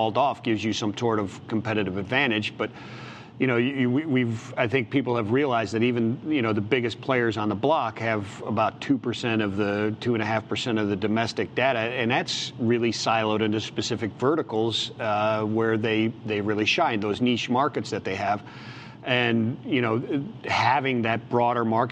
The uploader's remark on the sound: LIVE from Global Trade Tech